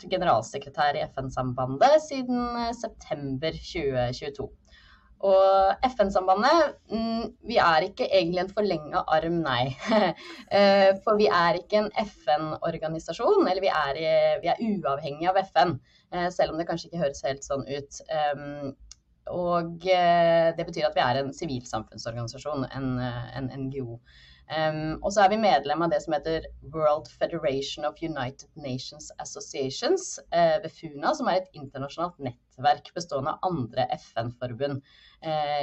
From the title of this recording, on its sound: Live Zoom